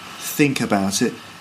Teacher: the th sound that you get in think. You know, think about it. That's pronounced with a f, like you get in a word beginning with F.